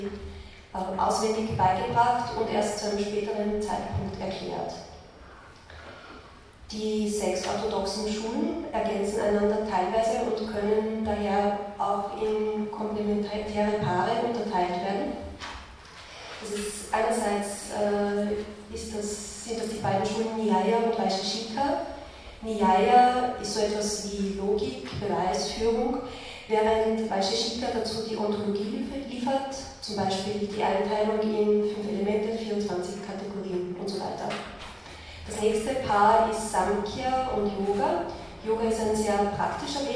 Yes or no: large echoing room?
yes